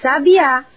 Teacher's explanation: E sabiá, com acento na última sílaba, é o pássaro.